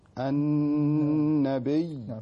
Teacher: لا تدخل بالنون، النون مشددة كما هي وكذلك الياء، لكن النون تتميز بالغنة